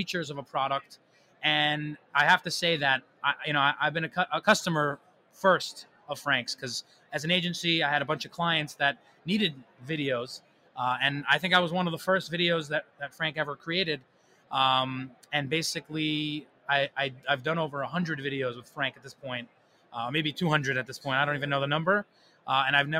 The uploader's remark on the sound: Live from Prosper in Vegas